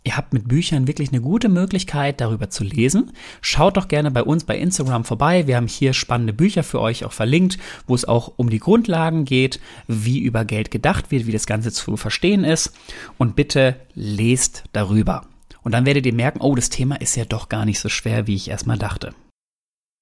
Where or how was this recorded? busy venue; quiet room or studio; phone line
quiet room or studio